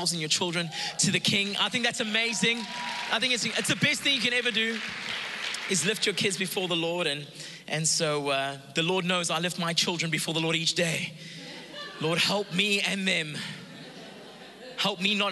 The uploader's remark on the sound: Recorded live on Sunday the 1st May 2022.